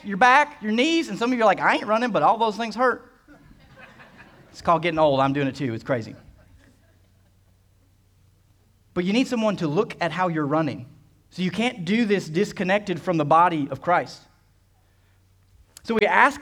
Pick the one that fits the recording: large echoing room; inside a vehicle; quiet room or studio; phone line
large echoing room